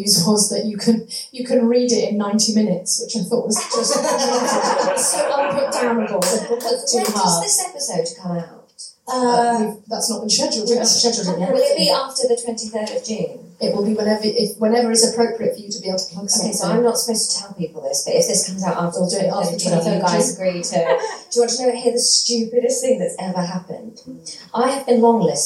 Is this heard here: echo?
yes